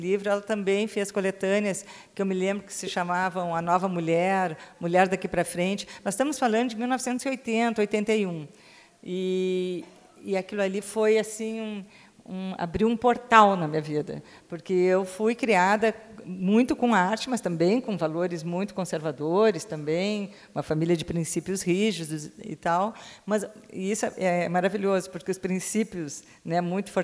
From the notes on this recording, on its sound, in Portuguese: foi gravado durante a 38ª Feira do Livro de Bento Gonçalves/RS